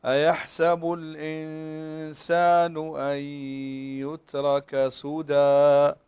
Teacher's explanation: النون هنا خالية من الحركة، فهذا معناه أن إما أن تخفى أو تدغم، وهنا حكم الإخفاء